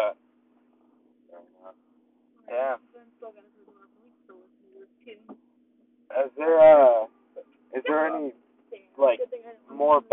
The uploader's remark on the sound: Me and a group of friends driving back from my trip to the middle of nowhere in Auburn.